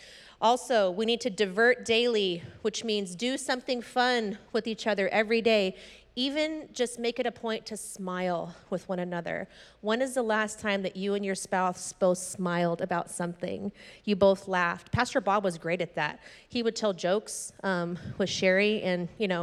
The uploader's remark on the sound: was preached on February 13th at the 10AM service